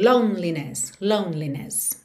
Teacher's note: percebe que esse E do meio não é pronunciado. Você pensa em lone, parei aqui no N, já sigo pro L